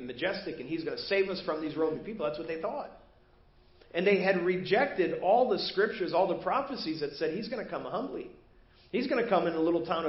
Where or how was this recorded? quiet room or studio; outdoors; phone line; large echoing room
large echoing room